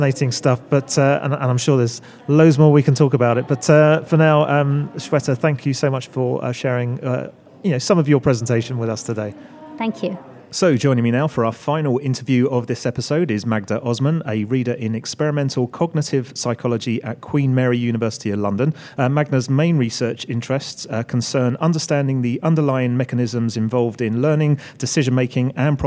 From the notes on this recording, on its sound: Recorded in partnership with CFA UK from their conference in London. We interviewed the five speakers from the event.